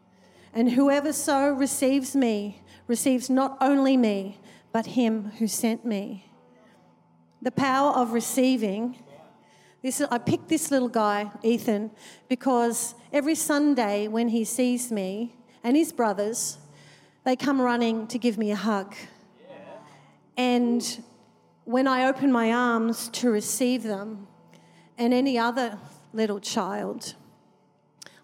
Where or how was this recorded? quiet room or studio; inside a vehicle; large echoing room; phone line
large echoing room